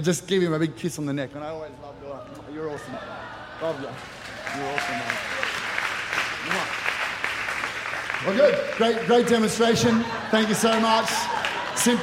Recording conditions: live audience